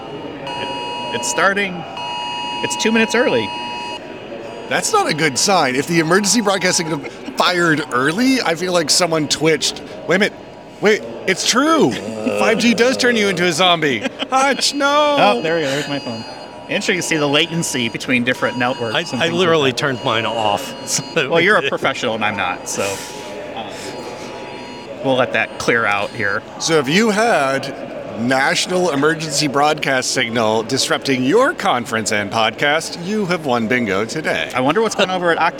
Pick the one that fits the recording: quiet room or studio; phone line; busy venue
busy venue